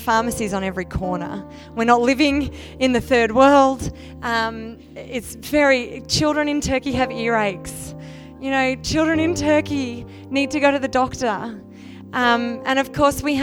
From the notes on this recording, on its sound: Second session from the Divergent Church Radiance Women's Conference 2019